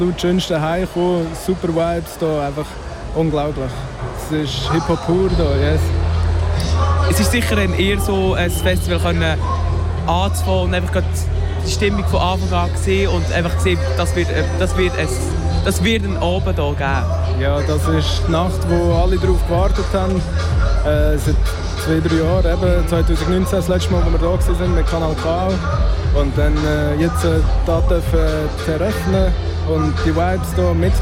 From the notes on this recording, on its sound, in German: Live vom Hood Look Good -Festival. Make the Hood Look Good live aus Aarau. Live vom Hood Look Good -Festival.